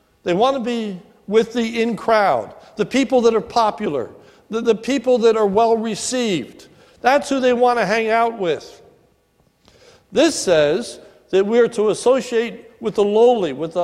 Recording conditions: large echoing room